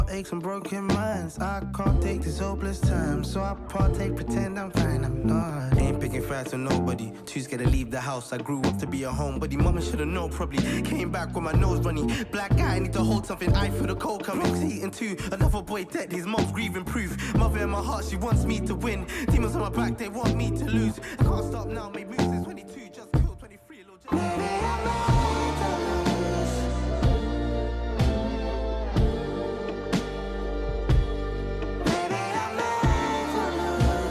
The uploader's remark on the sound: live from the arcade